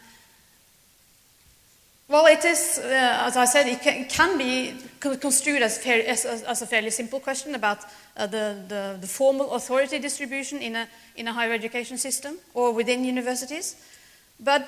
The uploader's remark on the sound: speaks at SRHE Annual Research Conference 2016